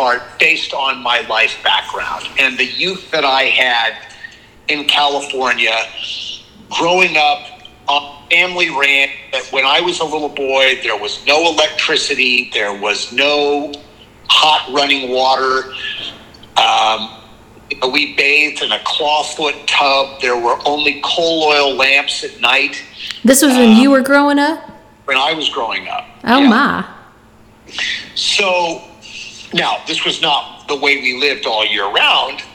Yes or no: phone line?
yes